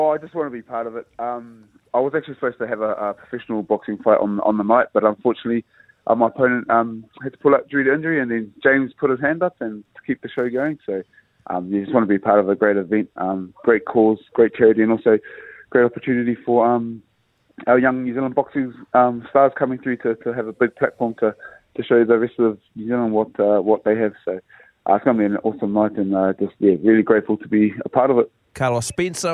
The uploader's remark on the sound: We were joined on the phone